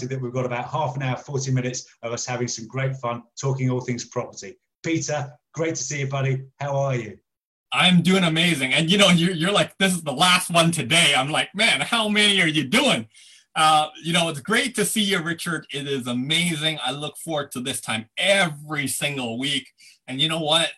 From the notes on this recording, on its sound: some recent facebook live recordings